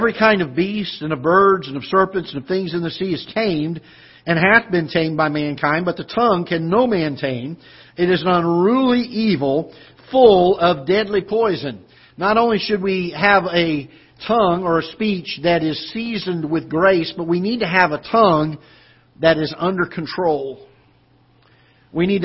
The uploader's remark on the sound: Ketha Heights Baptist Church ~ Live Broadcast